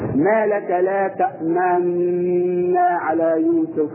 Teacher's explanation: ضم الشفتين عند النطق بالنون الأولى الساكنة وقبل الانتهاء من النون الثانية المتحركة، ويظهر في الإشمام صورة أو صوت خفيف جدا، أو صورة مش صوت، صورة وهيئة الضمة التي على النون الأولى التي كانت موجودة على النون الأولى، فنقول نطقها كالتالي: ما لك لا تأمن على يوسف.